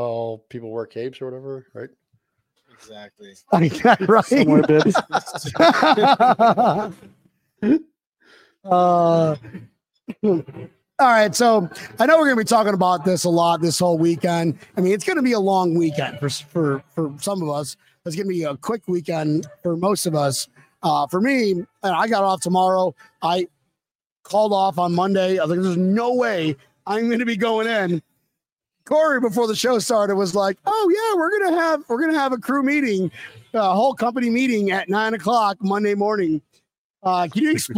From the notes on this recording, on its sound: live from 3 Sons Brewing Co